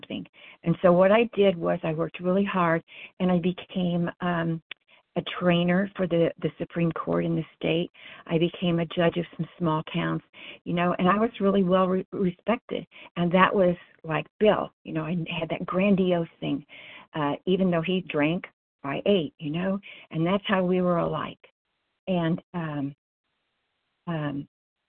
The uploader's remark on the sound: 100 Pounders Phone Meeting